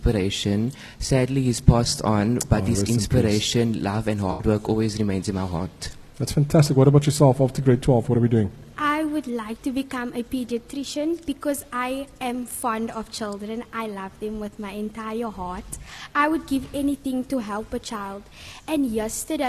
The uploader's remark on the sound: Live at Keep Cape Town Warm.